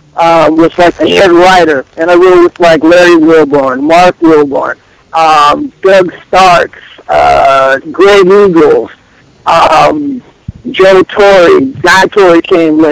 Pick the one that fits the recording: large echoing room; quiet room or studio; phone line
phone line